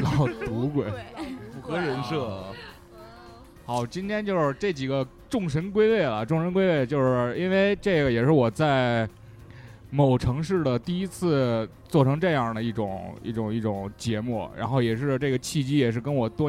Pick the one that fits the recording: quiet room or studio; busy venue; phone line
busy venue